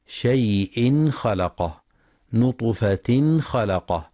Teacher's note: ينتبه القارئ للإظهار الحلقي عند حرف الخاء، شيء خلقه، نطفة خلقه، فلا يقرأ شيء خلقه، من نطفة خلقه بالإخفاء.